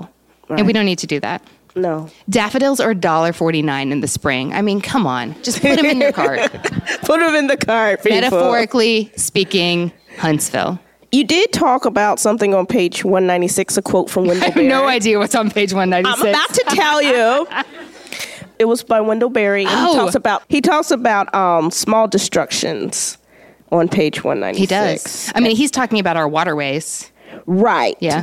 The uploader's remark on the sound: Event in Huntsville, Alabama in collaboration with Snail On the Wall and the Rocket City Moms Book Club. A reader from the event audience. We hope you enjoy hearing what WSIRN is like — live and off the cuff.